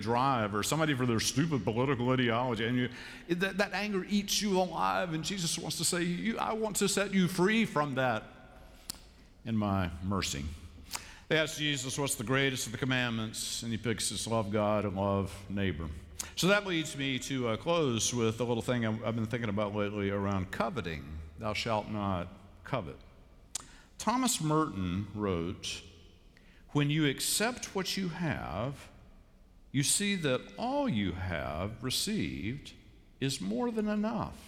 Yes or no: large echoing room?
yes